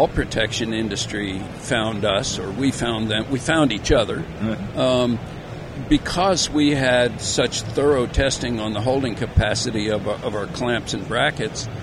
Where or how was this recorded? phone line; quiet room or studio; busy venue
busy venue